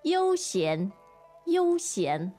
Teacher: Okay, so that's first tone, second tone.